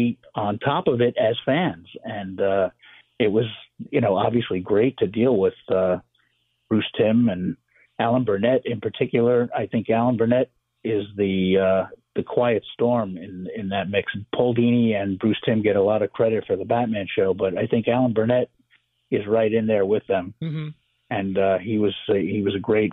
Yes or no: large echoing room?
no